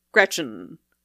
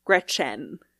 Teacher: And I can also sometimes tell when people have said the name Gretchen a lot, because for me, because I tend to reduce that final EN to just Gretchen · Shown in: first take · And people who aren't as familiar with the name will tend to give it sort of a full vowel